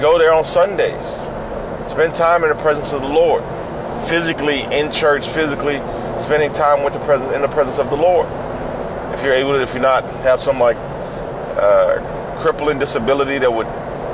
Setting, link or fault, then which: setting, inside a vehicle